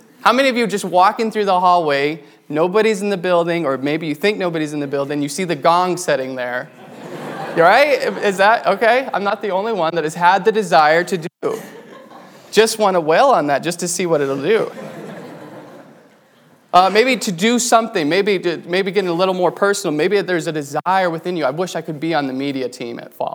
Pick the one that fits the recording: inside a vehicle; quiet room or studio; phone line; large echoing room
large echoing room